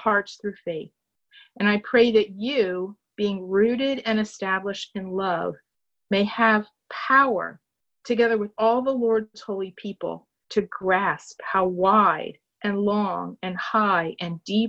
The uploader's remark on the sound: Our zoom streamed service